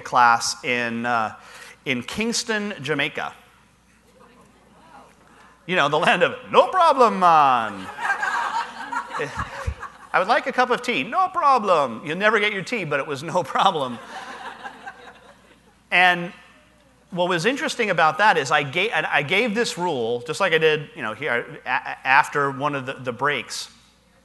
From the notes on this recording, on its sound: Live Broadcast at the The IPBC IGNITE Conference